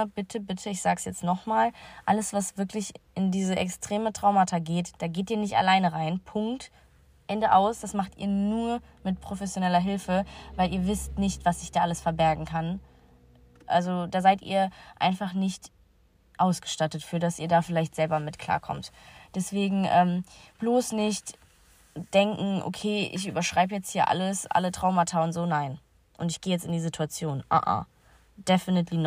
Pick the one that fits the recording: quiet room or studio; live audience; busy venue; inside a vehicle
inside a vehicle